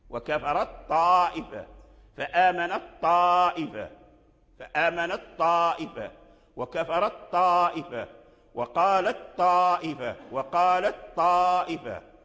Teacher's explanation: والتاء فيه شدة، وهو أيضا من صفات القوية، ولكن قوته لا تصل إلى قوة الطاء، فالطاء يبقى أقوى. الطاء فيه شدة أيضا، فيه استعلاء، فيه استطالة، فهو أقوى من التاء · Term: أدغم التاء في الطاء